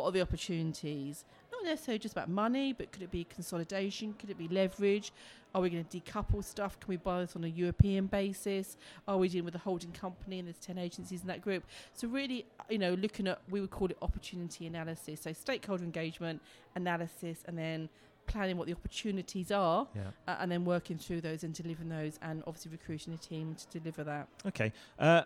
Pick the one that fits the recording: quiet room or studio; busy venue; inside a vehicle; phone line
busy venue